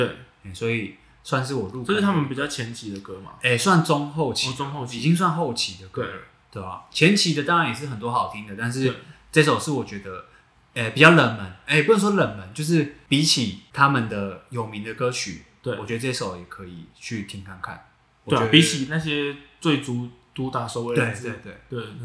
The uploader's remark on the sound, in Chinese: 這兩次錄音不知道為什麼回音很重，已經盡1000%力量調整了，下次會再改進。